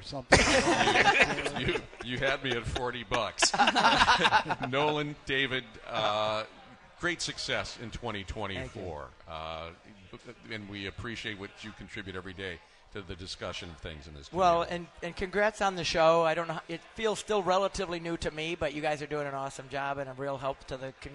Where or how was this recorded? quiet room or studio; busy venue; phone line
busy venue